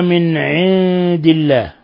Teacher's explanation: نون ساكنة جاء بعد حرف العين، حكم التجويد إظهار حلقي